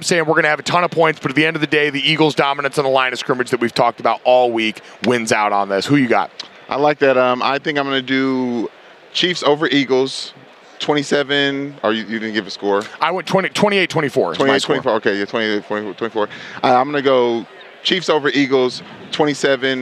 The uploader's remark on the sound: The last day coming LIVE from Radio Row.